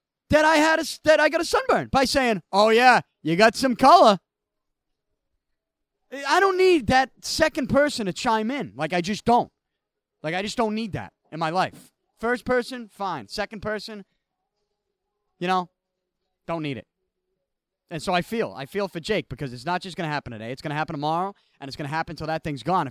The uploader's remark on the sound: I had to record with my remote equipment because of the extreme heat inside the studio. I walked around the back of Beantown Athletics with a microphone in hand.